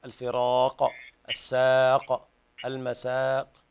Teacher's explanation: القلقلة، يعني زبزبة الحرف عند الوقف عليها